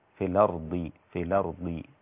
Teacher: طبعا كلمة الأرض فيها نقل، نقل حركة الهمزة إلى الساكن قبلها